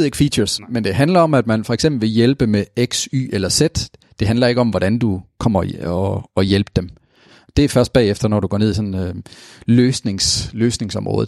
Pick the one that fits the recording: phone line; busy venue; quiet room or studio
quiet room or studio